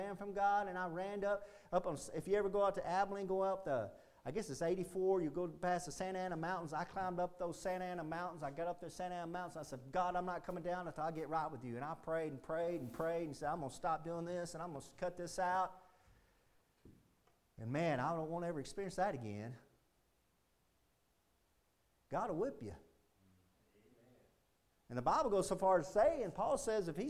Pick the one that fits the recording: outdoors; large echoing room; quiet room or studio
large echoing room